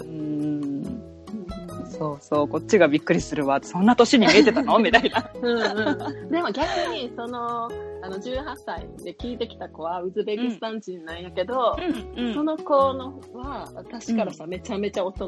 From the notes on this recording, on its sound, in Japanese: オンライン収録の為、音声が乱れたり聞き取りにくい箇所が多々あります。